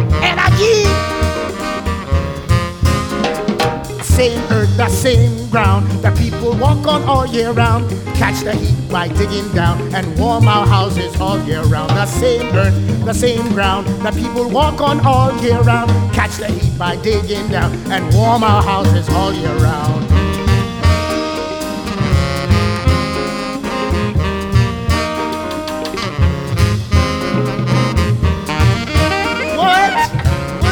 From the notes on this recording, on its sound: In a show recorded live at the Solar Fiesta in Albuquerque New Mexico.